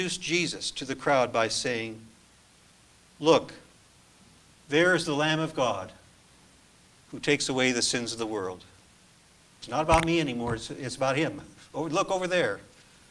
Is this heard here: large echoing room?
yes